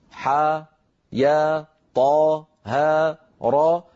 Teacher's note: إذن حي طهرة خمسة أحرف هي المجموعة الثانية من الحروف المقطعة، يمد كل ينطق كل منها على حرفين حا يا طا ها را، ينطق على حرفين، ثانيهما حرف مد ويمد بمقدار حركتين مدا طبيعيا